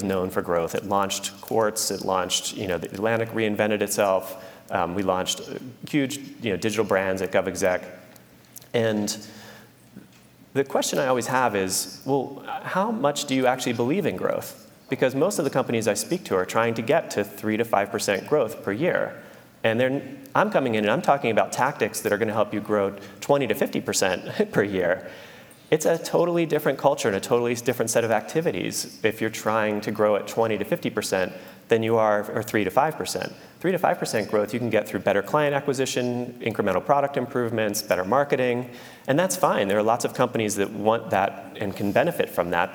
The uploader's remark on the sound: took the stage at Omeda's Idea Exchange to do a live recording of the podcast